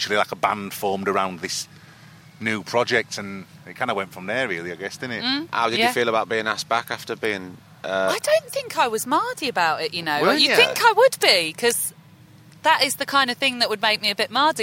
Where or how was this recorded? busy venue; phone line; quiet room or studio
busy venue